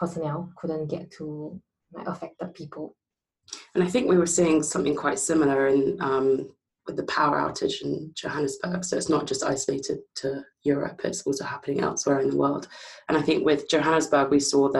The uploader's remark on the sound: Apologies for some audio issues this week - we are working on a fix!